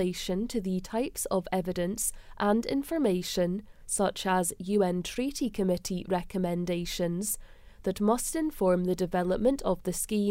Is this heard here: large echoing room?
no